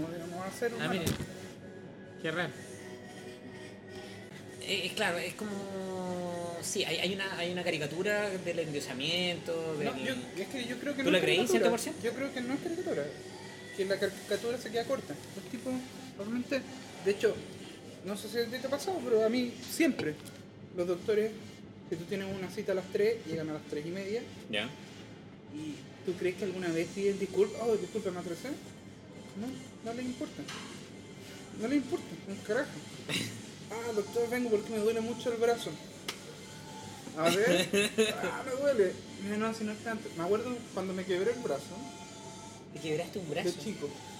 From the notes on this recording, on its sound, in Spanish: Fue grabado en la cafetería de la Clínica Santa María.